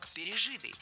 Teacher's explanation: Если перед нами причастие, а здесь перед нами именно оно, то ударение ставим на третий слог – пережитый.